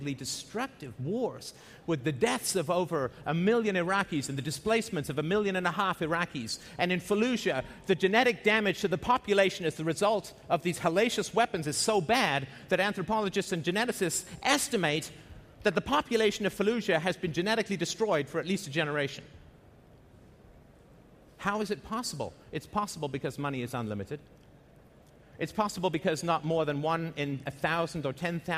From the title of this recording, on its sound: at The Next Web Conference